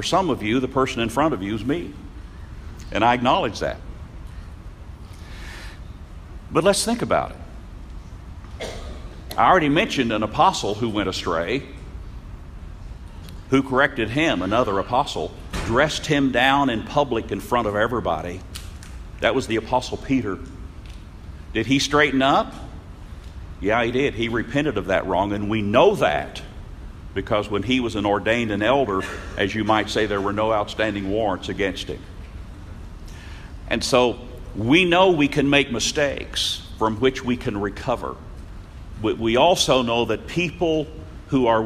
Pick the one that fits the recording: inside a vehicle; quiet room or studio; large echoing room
large echoing room